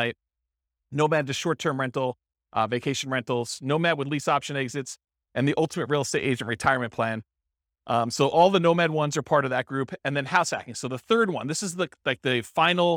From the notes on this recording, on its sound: This was a live class recorded